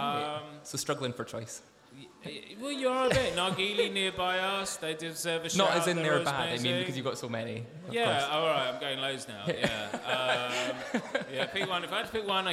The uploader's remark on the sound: Bringing together a live studio audience